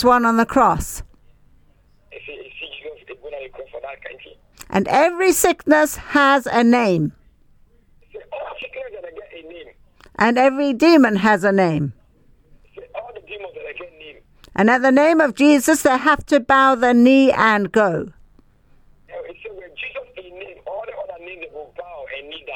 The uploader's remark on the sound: Speaking via phone to group in Sierra Leone.